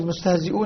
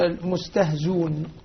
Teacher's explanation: فلما قال المستهزئون يقول المستهزون، يعني تحذف الهمزة وتنتقل حركتها إلى حركة ما كان قبلها · Shown in: second take · نعم، يعني تبدل الكسرة ضمة.